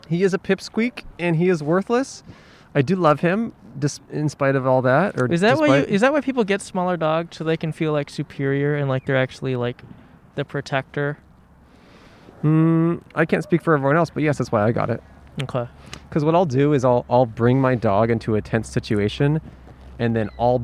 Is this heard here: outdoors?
yes